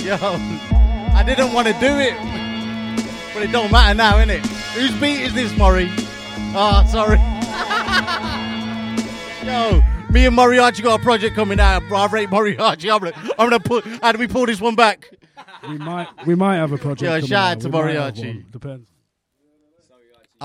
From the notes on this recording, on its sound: Live from the arcade. Plenty of guest performances.